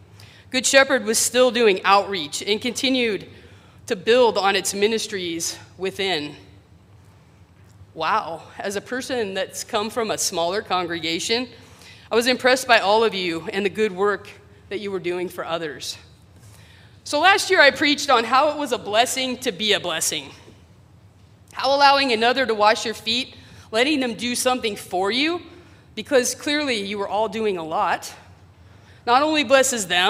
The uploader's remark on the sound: sermon preached at Church of the Good Shepherd, Federal Way, WA